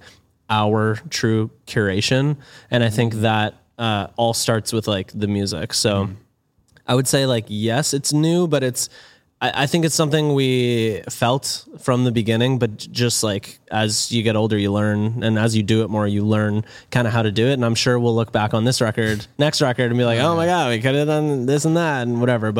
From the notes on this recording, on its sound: We’re live from Guy Fieri's Tequila Cocina